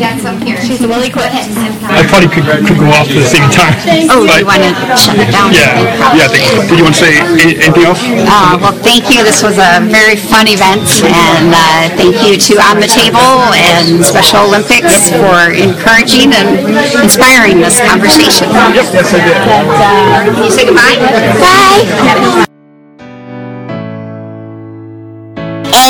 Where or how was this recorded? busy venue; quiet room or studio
busy venue